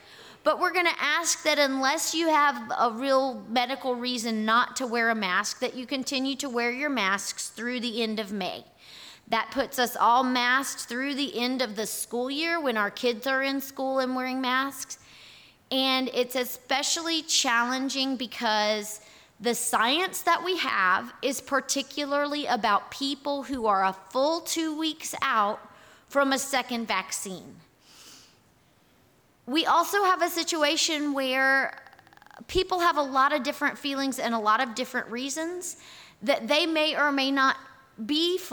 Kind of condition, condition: setting, large echoing room